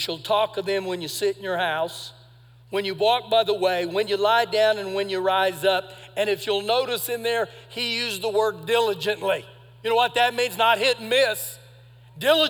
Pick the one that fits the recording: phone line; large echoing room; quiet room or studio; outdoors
large echoing room